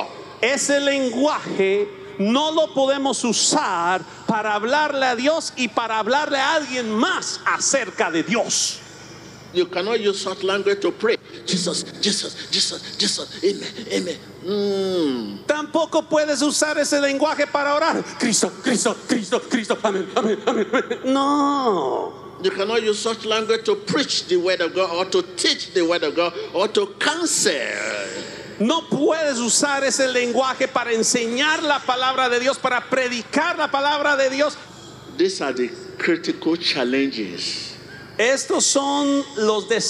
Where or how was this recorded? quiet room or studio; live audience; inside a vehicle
live audience